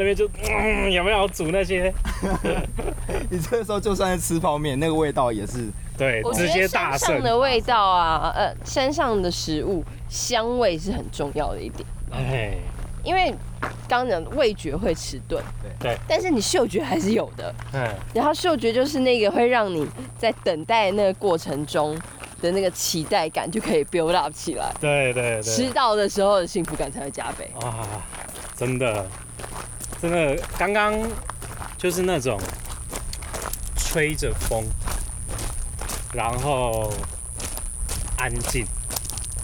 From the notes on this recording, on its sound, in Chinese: 跟著我們下山邊走邊聊。錄音地點：草嶺古道。